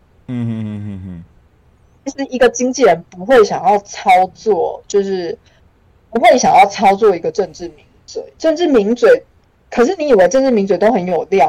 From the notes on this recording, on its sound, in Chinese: 本集節目音質很差，收聽前跟各位告知一下，其他集節目不會那麼差喔。